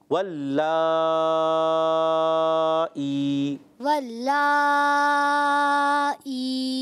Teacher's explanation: یہ لام اللہ کا لام نہیں ہے، آپ نے موٹا نہیں کرنا. ولا ای ولا ای، موٹو کو گول کرنا ہے واو پر.